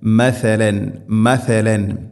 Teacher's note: നാവിൻ്റെ അറ്റം മുൻപല്ലുകളുടെ ഇരു നിരകൾക്കിടയിലൂടെ അല്പം പുറത്തോട്ട് നിൽക്കണം, അതിൻ്റെ അറ്റം മാത്രം.